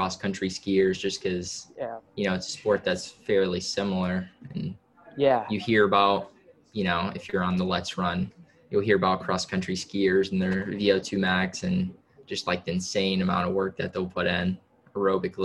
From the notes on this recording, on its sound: Returns to the program via a Zoom call we recorded earlier this week.